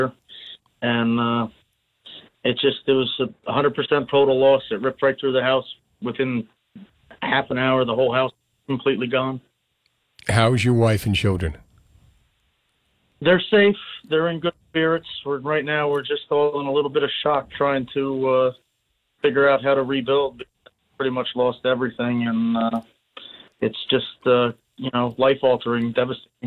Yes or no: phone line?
yes